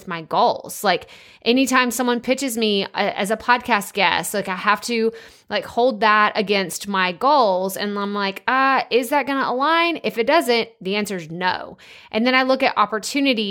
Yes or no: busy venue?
no